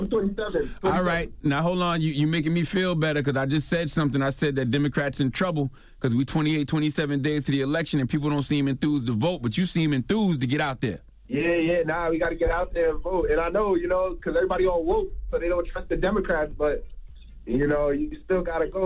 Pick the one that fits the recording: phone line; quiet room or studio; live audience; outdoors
phone line